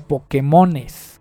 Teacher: todavía trae el acento en la E